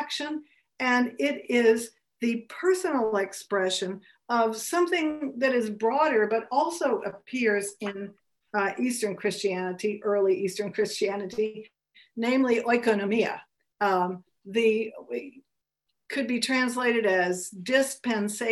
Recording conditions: video call